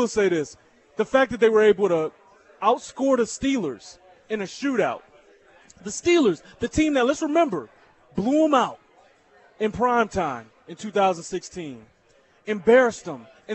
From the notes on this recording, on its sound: LIVE from Nick and Jake's in Overland Park